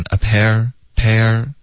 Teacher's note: 这个 pair 大家稍微注意滑动，会滑到一个儿化音